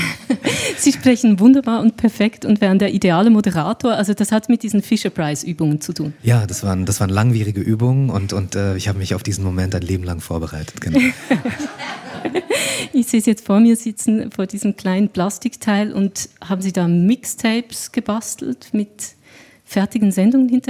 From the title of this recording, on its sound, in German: Live aus Solothurn